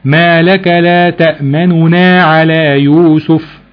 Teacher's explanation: فبتجيب النون المضمومة بشكل سريع وبصوت منخفض، وبتجيب النون التانية المفتوحة بصوت عادي وعالي الصوت الطبيعي بتاعك، زي مثلا نقرأها كده مع بعض: ما لك لا تأمننا على يوسف. · Term: الروم